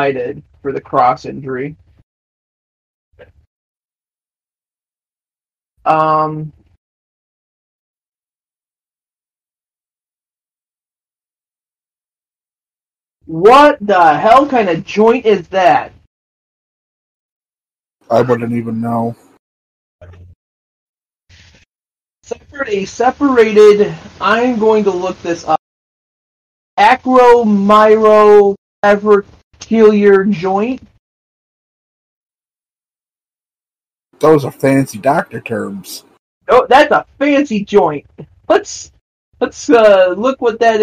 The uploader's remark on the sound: SORRY FOR THE AUDIO QUALITY